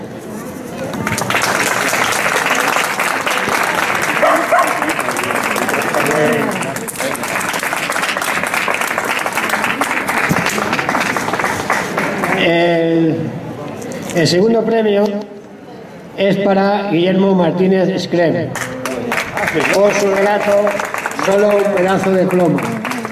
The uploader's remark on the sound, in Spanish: El audio de la ceremonia de entrega de los premios y diplomas. Organizado por la Asamblea por la República de Leganés.